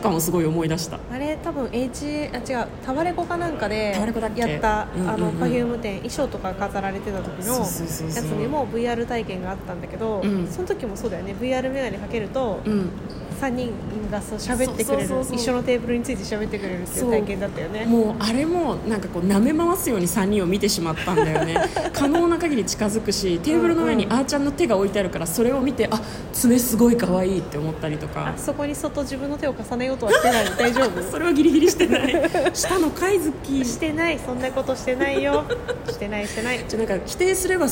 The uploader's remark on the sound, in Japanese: 渋谷駅マークシティ館内で収録しておりますので、。環境音などざわざわな臨場感もご一緒に。